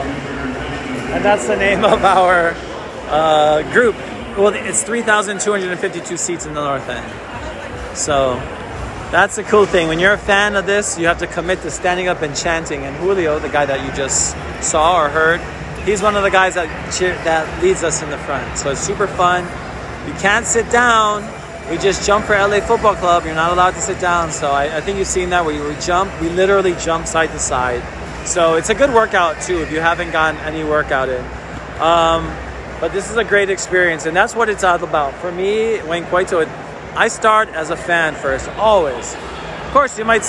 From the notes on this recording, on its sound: The Fan Experience Live From The North End LAFC vs FC Dallas. Live from Banc of California Stadium, we take you behind the scenes in the North End, the most exciting section in Major League Soccer, as LAFC battles FC Dallas.